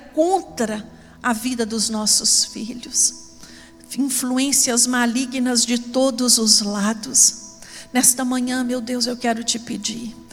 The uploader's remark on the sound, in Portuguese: Transmissão ao vivo do Escola Bíblica Dominical, realizado na Igreja Batista Moriá.